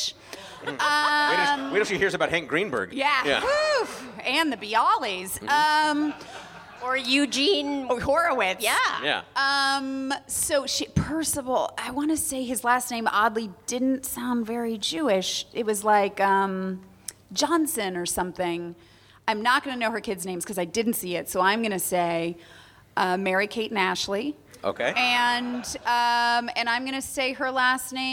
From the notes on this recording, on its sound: The show is recorded at the Angel City Brewery in downtown Los Angeles. The show is recorded at the Angel City Brewery in downtown Los Angeles.